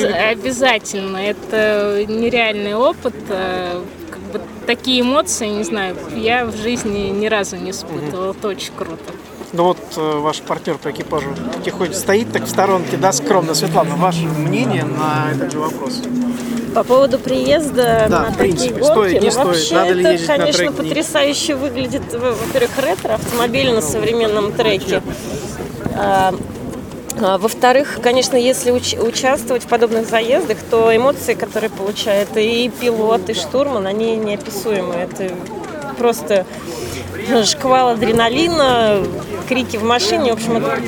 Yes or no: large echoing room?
no